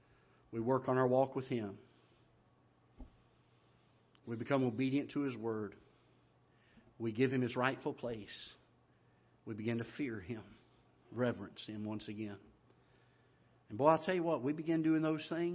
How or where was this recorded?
large echoing room